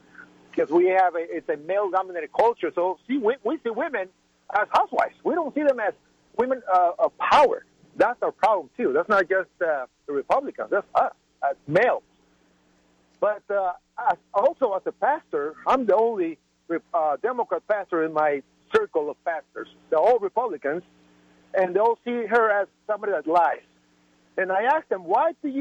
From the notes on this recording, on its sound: joined by callers